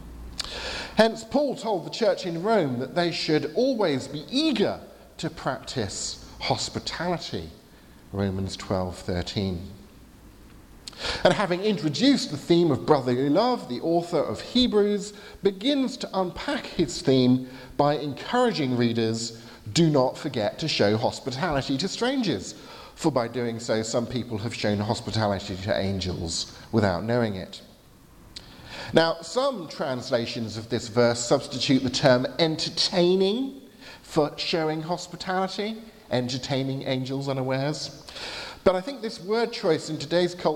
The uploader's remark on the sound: from the 11:15 service at Highfield Church, Southampton, delivered on Sunday 21st July 2019